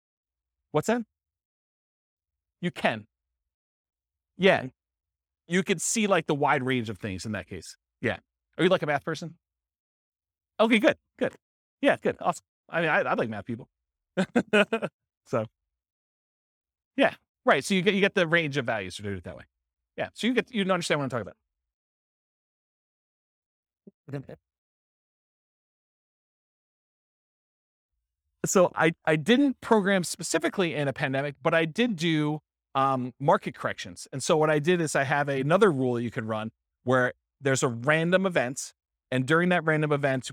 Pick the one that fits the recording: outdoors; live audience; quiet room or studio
live audience